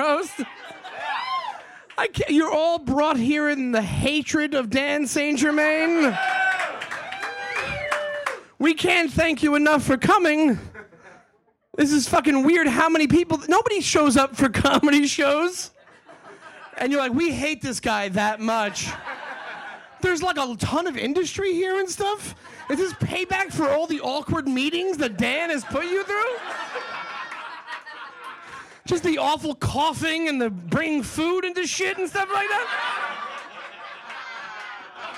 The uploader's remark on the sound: live at The Stand Comedy Club & Restaurant in NYC.